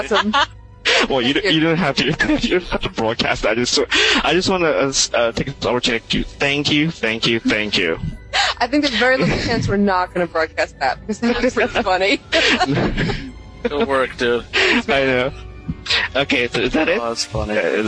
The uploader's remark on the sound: Live Call-In